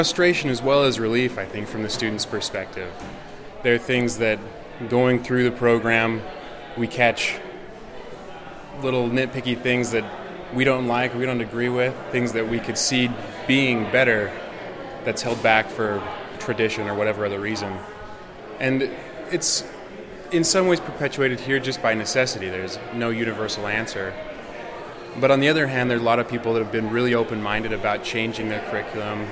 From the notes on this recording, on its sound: Live from day one of NCBDS 32.